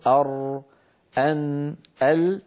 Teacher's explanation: قد خرجت من زلق اللسان يعني من طرفه، وبعضها من زلق الشفة يعني من طرف الشفة أو الشفتين. · Term: الحروف المزلقة